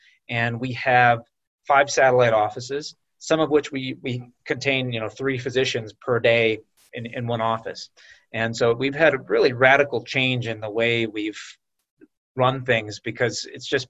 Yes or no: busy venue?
no